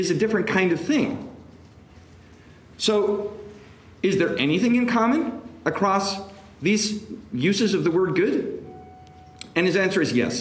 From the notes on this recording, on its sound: This lecture was given on October 27, 2023, at the Thomistic Institute in DC, on Capitol Hill